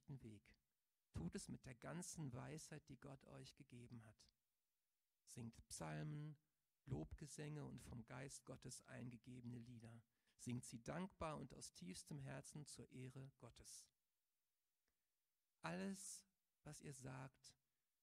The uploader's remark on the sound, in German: Aufzeichnung der Predigt des Gottesdienstes. Paulusgemeinde Bremen.